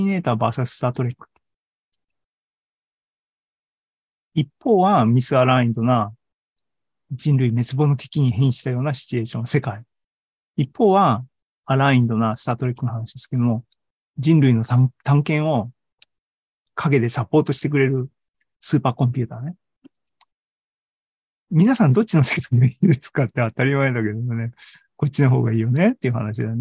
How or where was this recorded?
video call